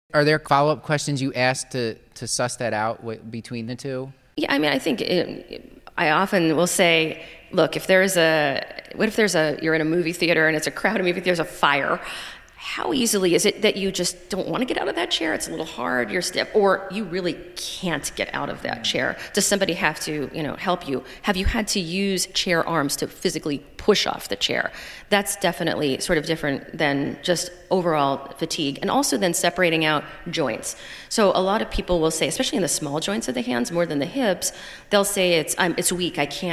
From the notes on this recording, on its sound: Recorded LIVE at Johns Hopkins.